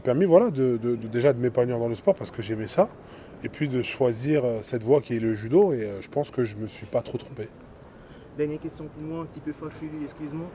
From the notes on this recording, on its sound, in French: ARUE. Ont convié les journalistes pour une conférence de presse.